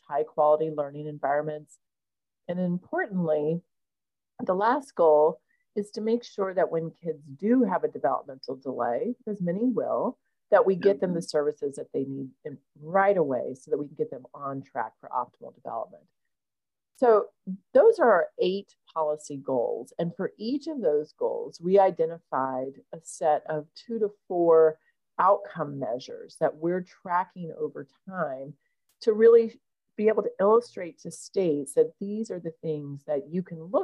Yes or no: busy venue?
no